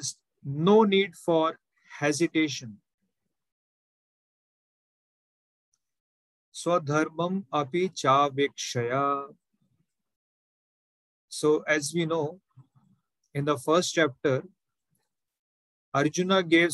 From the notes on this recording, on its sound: Zoom recorded class